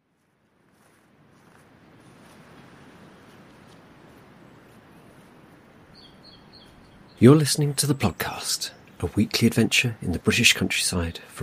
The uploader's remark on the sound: At the site of a Civil War battlefield in the hills just north of Bath. It's a dark winter's day and fog descends creating an atmosphere of 'gunsmoke' and eerie sounds.